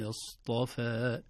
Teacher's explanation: الصاد والطاء مفخمتان والفاء بمدها رقيقتان